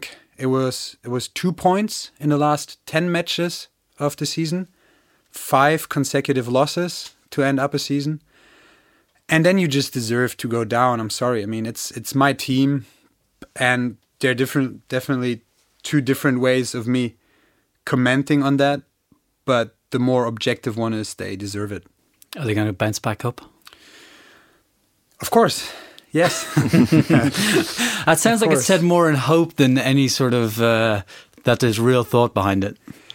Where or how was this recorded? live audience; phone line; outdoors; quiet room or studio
quiet room or studio